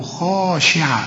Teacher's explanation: احنا قلنا الخاء المفتوحة خاء مفخمة دائما